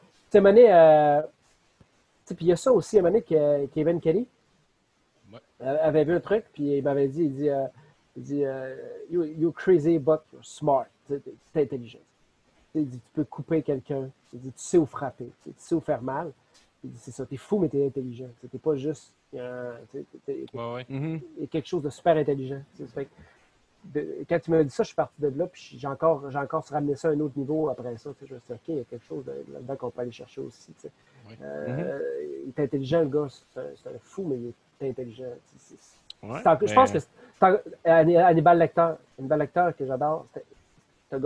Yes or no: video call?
yes